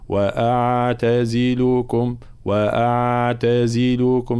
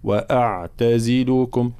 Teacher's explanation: ملاحظتان: تاء دائما لابد من الانتباه إلى الهمس الزائد في قوله تعالى مثلا: لهم من رحمتنا تي، لا من رحمتنا، ثم حرف العين طبعا من حروف التوسط بين الشدة والرخاوة في كلمة أعتزلكم. إذا لم ننتبه هنا إلى تحقيق صفة التوسط فالعين تصبح كأنها رخوة · Shown in: first take · فنقول وأعتزلكم وأعتزلكم، لا وأعتزلكم، لابد من معناها التحكم في رخاوة العين لكي تكون بين الرخاوة وبين الشدة، وأعتزلكم هكذا فالانتباه.